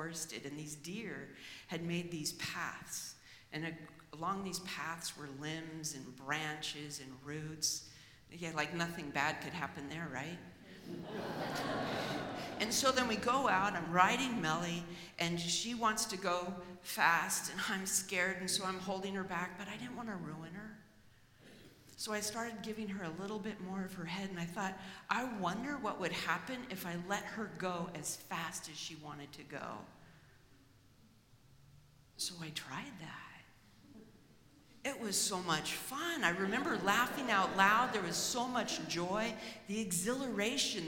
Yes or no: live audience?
yes